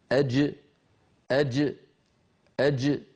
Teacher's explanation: نتخلى عما اعتدناه من طريقة تصويتنا في العاميات بصوت الجيم، و ننطقه كما كانت العرب تنطقه في زمن النبوة شديدا مجهورا، يعني من وسط اللسان محبوس الصوت والنفس، هكذا أج أج أج، ولا يقول أحدنا أج أج أج، · Term: الجيم الفصيحة